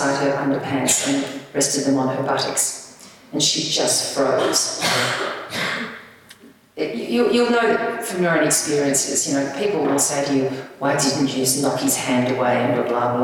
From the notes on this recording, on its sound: This is a live recording from our event.